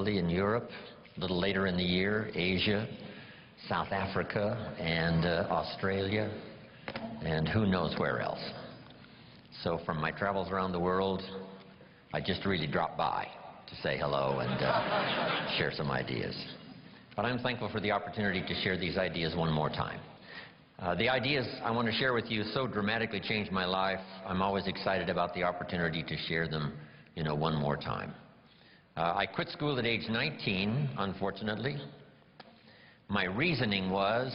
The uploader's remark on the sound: Rare Seminar Recording